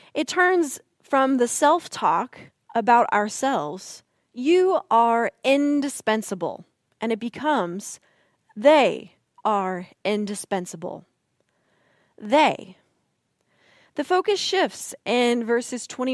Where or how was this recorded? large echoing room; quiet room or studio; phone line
large echoing room